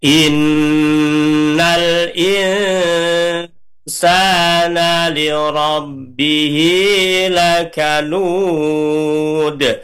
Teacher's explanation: Jadi pastikan dengungnya in dan insa. Bedanya nun mati ketemu sin dibaca ikhfa ausat, itu posisi nun dan sin sudah tergabung. In sampai ke pangkal hidung.